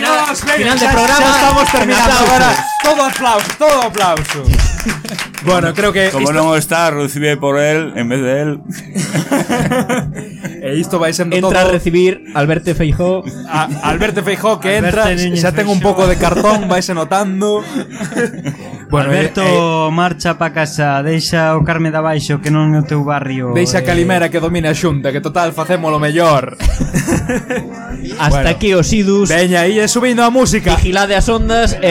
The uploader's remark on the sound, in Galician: en directo durante a Festa Hortera da Radio Kalimera en Decembro de 2021